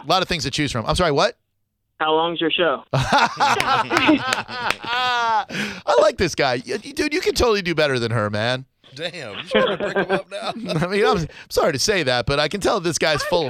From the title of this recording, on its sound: a woman called